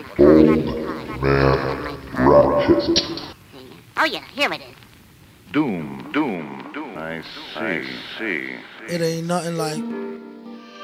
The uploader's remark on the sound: This episode was recorded at The Temple of Boom in the Vineyard, Knoxville using a ipad 4th generation with Algoriddim's DJay Pro and a Pioneer Rev-1 dj Controller. Additional editing and vocals added using Audacity Freeware for Noncommercial use.